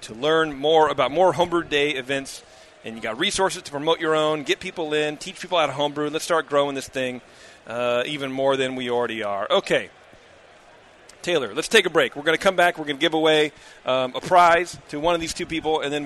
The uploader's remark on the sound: When we head off to HomebrewCon to commune with our fellow homebrewers, and do a live show on the conference floor!